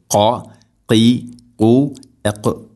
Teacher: ഖാഫ് ഉച്ചരിക്കുമ്പോൾ തൊണ്ടയുടെ മുഗൾ ഭാഗവും കഴിഞ്ഞ് മേലെ ഭാഗം ചെറുനാക്കിൻ്റെ ആ ഒരു ഭാഗമാണ് അതിൻ്റെ മഖ്റജ്